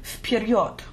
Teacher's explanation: the V, which looks to us like a B, devoices to an F · Russian final consonants also usually devoice, so вперед starts and ends with devoiced consonants.